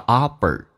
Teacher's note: 美式发音当中 P 发成 B，两个元音中间所加的辅音要被浊化